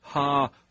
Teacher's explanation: So it's maybe three, maybe four syllables. But the heavy emphasis is on the e.